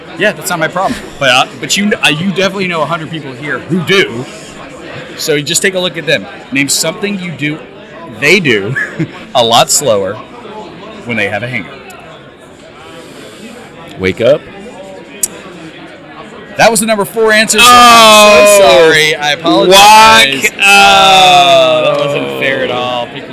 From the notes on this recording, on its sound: Live from DIA. Recorded live at Dental Influencers Alliance in Atlanta, GA.